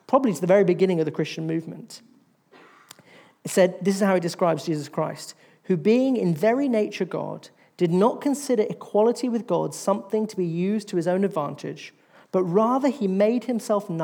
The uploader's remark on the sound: In this episode from our latest Salt Live event on 6th of February 2024